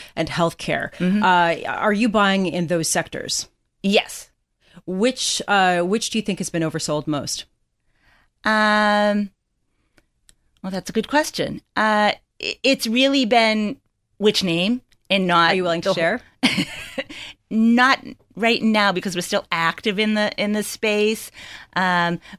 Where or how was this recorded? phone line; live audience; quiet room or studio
quiet room or studio